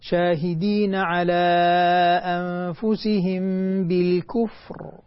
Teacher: أتمكن من الفاء الساكنة ثم أنطق الراء الساكنة. إذا لم أتمكن من الفاء حتطلع عندي بالكفر، بالكفر كأنها فاء مضمومة، فننتبه لتسكين الفاء قبل أن نسكن الراء.